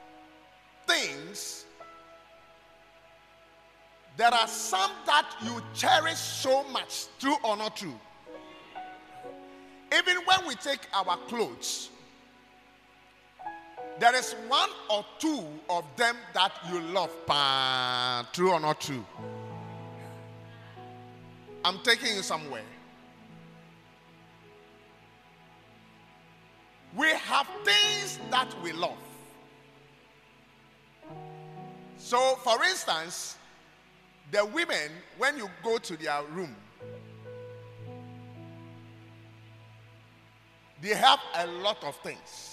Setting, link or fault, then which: setting, large echoing room